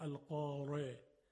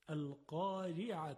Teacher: خب در این مثال ها القاری، ببینید نمیتونیم بگیم القاره چون خلاف فصاحته. القارعه حرف را باید خیلی ظریف ادا بشه. چرا؟ چون کسره داره · Shown in: second take